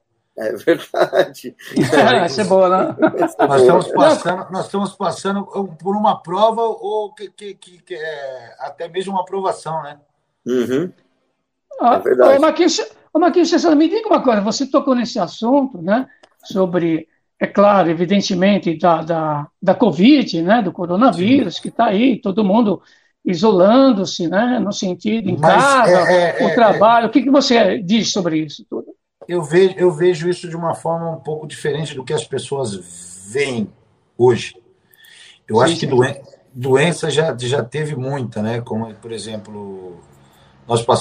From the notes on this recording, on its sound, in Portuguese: Gravada remotamente. Rádio Gazeta.